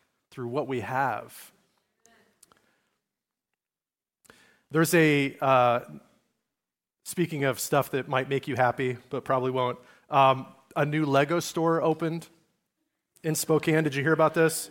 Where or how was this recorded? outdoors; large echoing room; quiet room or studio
large echoing room